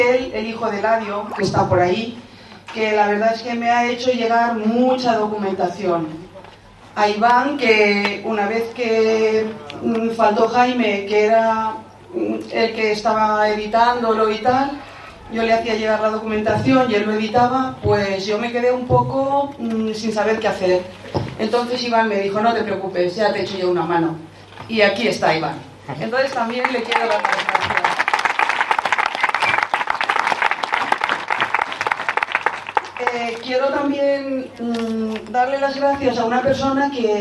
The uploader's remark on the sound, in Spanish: Presentación del libro Garcimolina y sus cosas. Audio que recoge lo que se dijo en la presentación del libro.